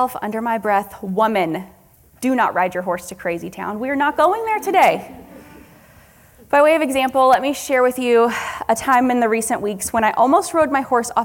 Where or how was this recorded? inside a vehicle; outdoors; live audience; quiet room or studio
live audience